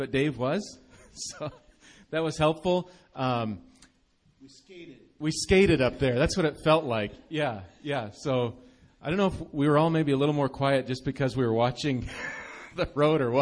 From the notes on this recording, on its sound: Recorded live at Bethany Bible Church.